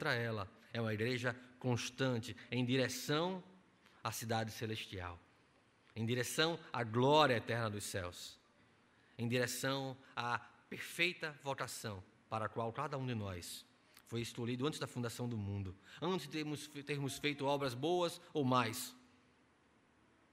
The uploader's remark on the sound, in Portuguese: Culto presencial e transmitido ao vivo no domingo (27/06/2021) à noite (18h), com público limitado a 50%. Conforme decreto do governo do estado de PE devido à Pandemia da COVID-19.